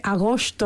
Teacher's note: Con una S muy, muy atrasada, todas las S que hay, por ejemplo, en la América hispana.